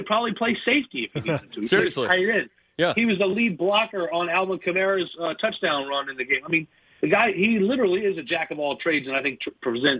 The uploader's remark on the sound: joins us over the phone